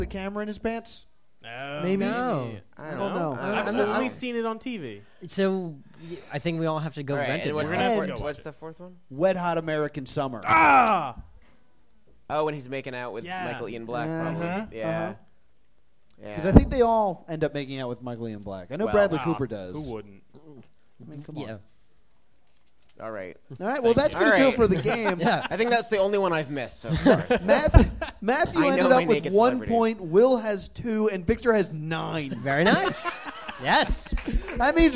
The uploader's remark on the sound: We are live at Twisted World Presents Vixens and Villains!